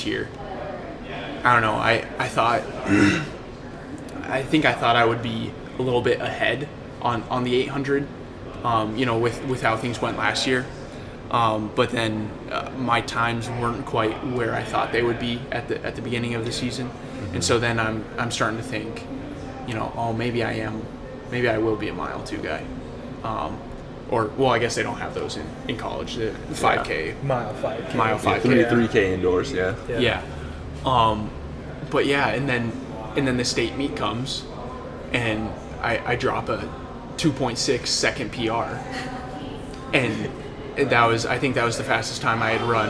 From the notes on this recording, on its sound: Recording live at See Dick Run